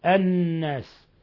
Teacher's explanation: الناس اللام شمسية، الناس حيث أضغمنا اللام في النون، لا نقول الناس وإنما نقول الناس، فهذه اللام شمسية.